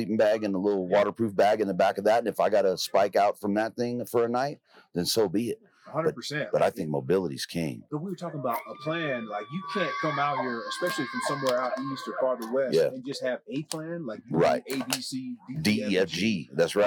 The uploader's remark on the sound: Live From Western Hunt Fest.